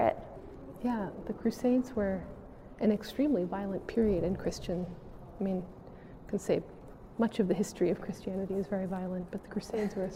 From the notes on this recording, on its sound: capped it off with a podcast recording way uptown at The Met Cloisters.